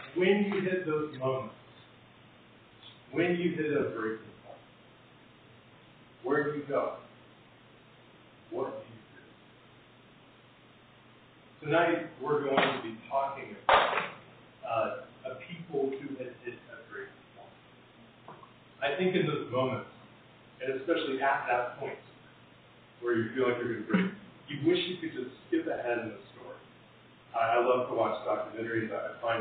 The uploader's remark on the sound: Apologies for the poor audio quality!